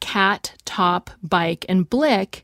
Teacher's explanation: the T in cat and the P in top and the K in bike and blick are all pronounced without buzzing, voiceless like the S